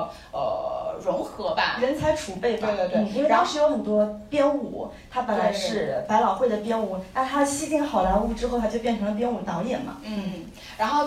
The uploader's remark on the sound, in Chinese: 本期节目为《电影聊养院》线下讲座